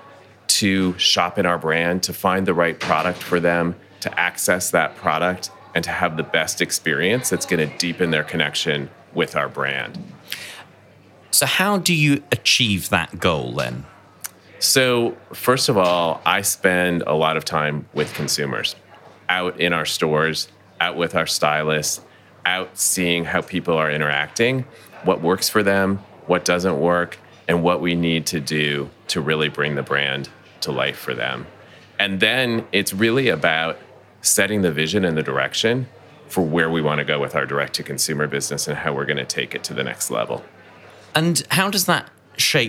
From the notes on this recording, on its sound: recorded at World Retail Congress 2019